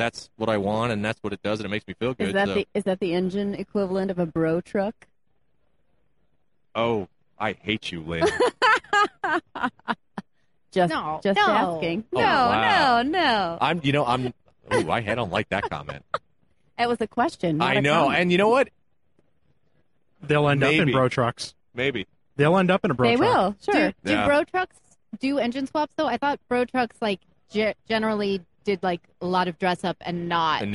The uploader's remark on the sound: SEMA 2018 gave me the opportunity to test out a new panel format. Live on the Magnaflow stage at SEMA 2018.